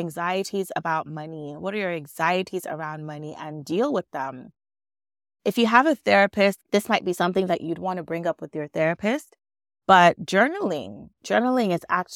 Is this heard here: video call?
no